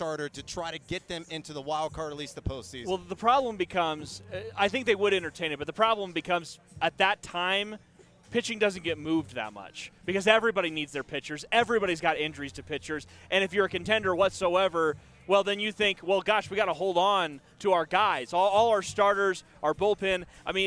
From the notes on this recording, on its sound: Recorded live at Tap Fourteen in LoDo.